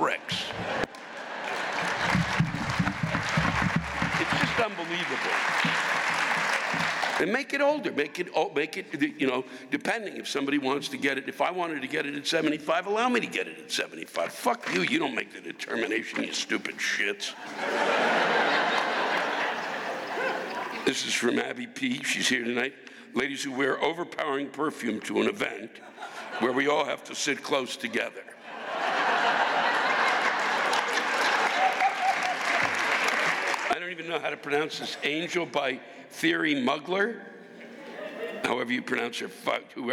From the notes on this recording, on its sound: This week’s live rants come from the North Shore Center for the Performing Arts in Skokie, Illinois.